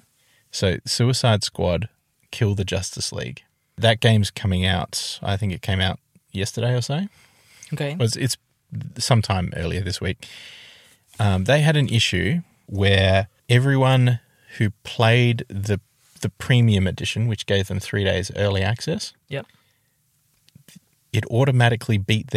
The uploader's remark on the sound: record this episode in a car